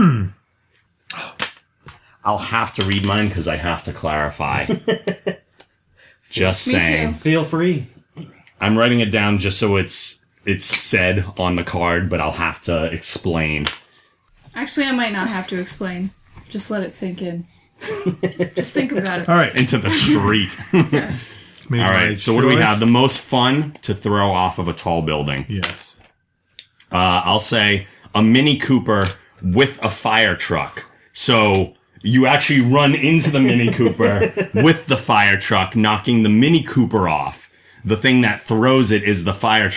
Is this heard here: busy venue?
no